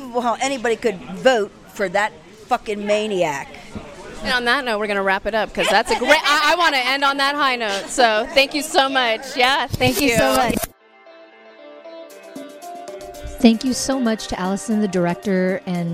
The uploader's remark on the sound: Welcome back to the Sundance Film Festival 2020, where we were thrilled to be part of the red carpet event. Sundance Rewind: Red Carpet Event.